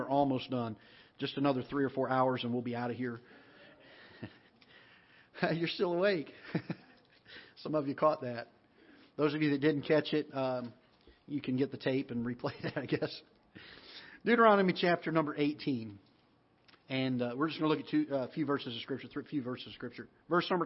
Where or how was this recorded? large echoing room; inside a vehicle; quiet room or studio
large echoing room